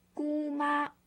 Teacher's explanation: 因为我的姑父和姑妈今天到北京。我的姑父和姑妈今天到北京。姑妈, G-U-M-A, both first tone, 姑妈, father's sister, 姑妈, and 姑父, G-U-F-U, 姑父, is 姑妈's husband.